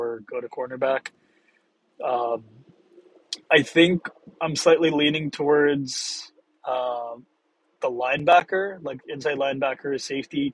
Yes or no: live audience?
no